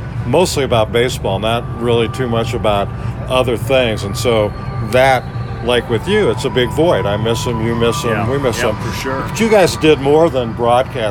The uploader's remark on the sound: Recorded from Miller Park in Milwaukee